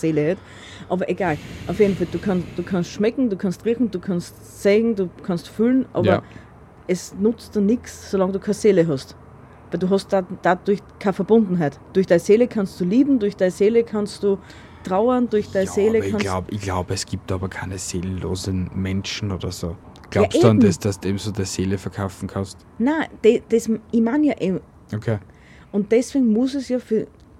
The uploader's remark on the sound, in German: Heute vom Balkon aus und mit ein paar Hintergrundgeräuschen, um es creepier zu machen.